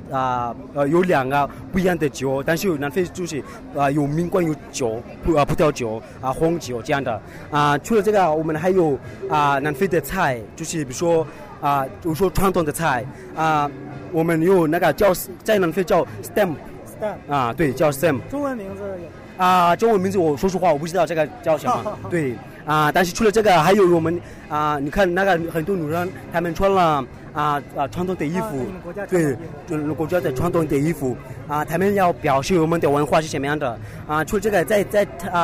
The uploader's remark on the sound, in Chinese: 2014北京科技大学文化节现场报道